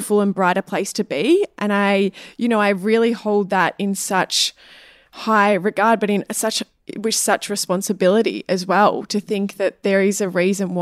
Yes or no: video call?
no